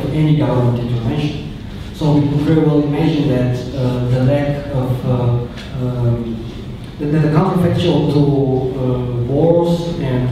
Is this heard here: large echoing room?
yes